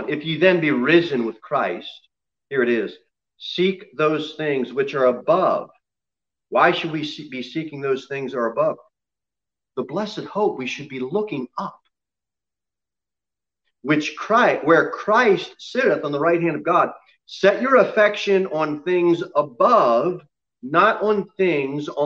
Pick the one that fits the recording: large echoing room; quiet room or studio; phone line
large echoing room